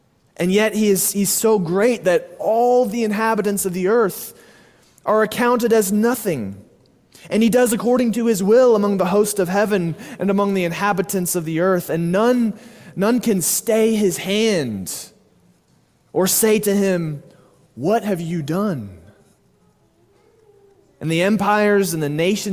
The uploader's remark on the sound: Sermon delivered at Immanuel Baptist Church in Springdale, AR on May 28, 2023.